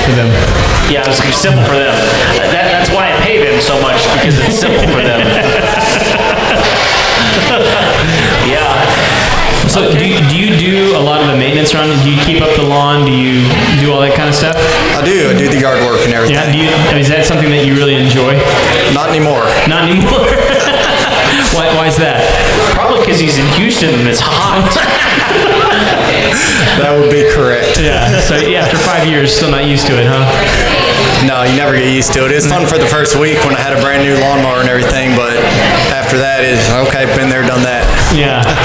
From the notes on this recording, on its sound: That time we did a live show. Live show at the Thistle Drafthouse in Spring TX.